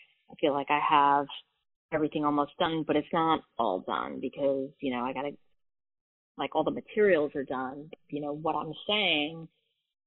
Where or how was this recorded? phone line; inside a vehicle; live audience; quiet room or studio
phone line